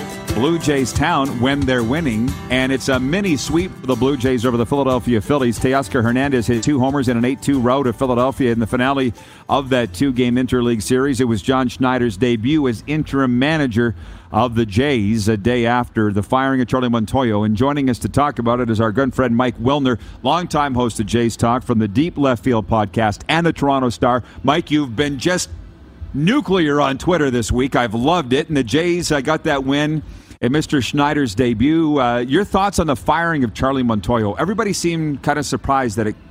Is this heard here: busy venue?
yes